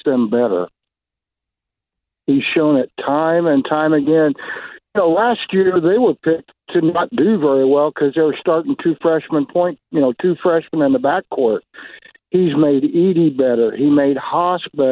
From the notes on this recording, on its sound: Open the phone lines for fans of IU and Purdue to chime in on the situation each team is.